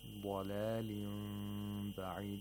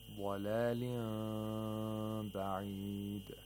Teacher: The mouth does not completely close. There is a slight opening between the lips. And at the same time, you have to make a nasal sound for two vowel counts. · Shown in: first take · Term: iqlab